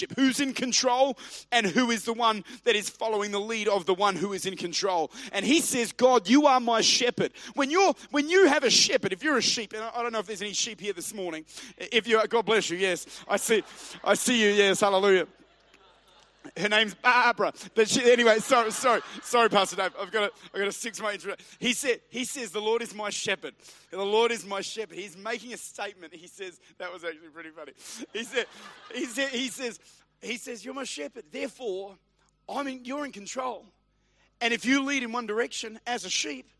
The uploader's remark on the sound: Recorded at Bridge Church, Melbourne.